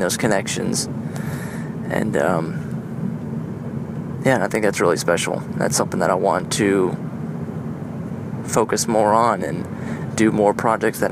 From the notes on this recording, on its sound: On my commute home, I used my iPhone to record a few thoughts that are milling around in my head. IPhone 6.